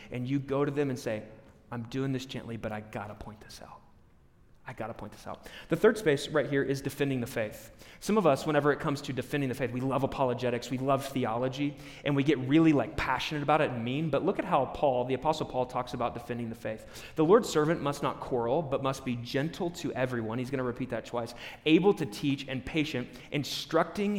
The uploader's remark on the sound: A live recorded sermon from the Sunday gathering at The Heights Church Denver.